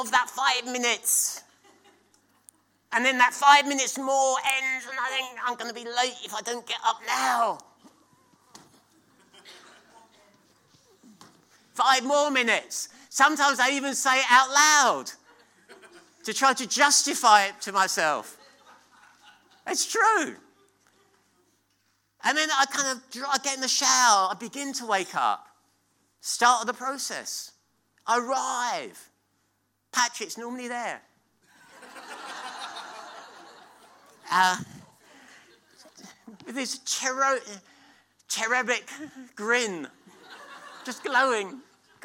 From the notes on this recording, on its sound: at King's Church, Cockermouth